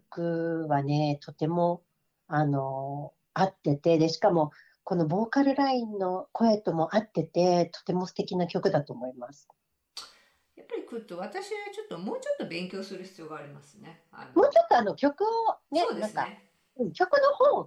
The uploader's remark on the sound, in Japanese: 今回もリモートでの収録となっているため、聴きにくい箇所があるかもしれませんが、ご了承いただければ幸いです。32分あたりから、聞き取りにくい部分がございます。